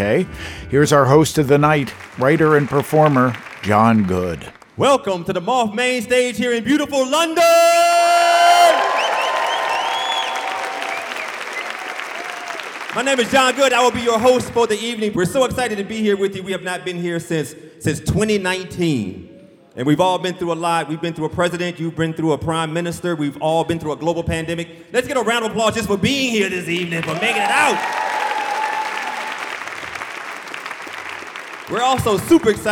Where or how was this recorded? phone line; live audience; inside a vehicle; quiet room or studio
live audience